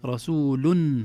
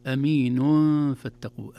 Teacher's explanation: رسول ظهرت النون، أمين فاتقوا، النون أصبحت مخفاة وليست ظاهرة